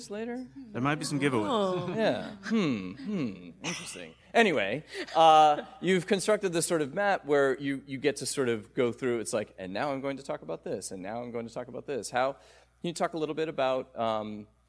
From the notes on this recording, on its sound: DC Vertigo Panel (New York Comic Con 2018). Recorded October 5, 2018 at New York Comic Con.